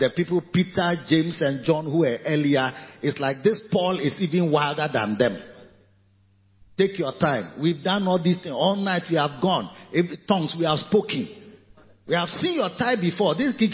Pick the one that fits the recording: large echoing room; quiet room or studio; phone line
large echoing room